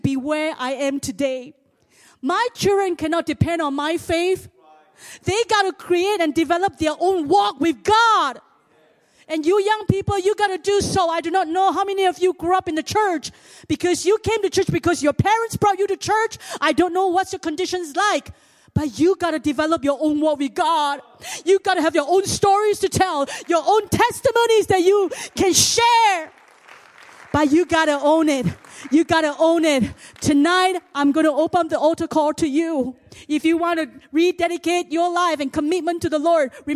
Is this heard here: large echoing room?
yes